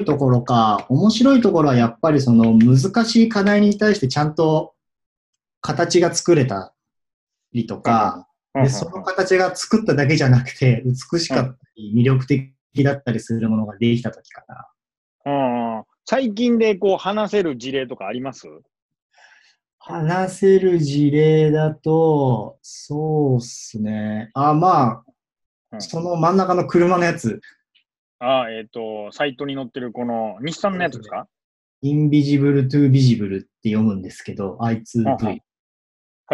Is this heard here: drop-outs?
yes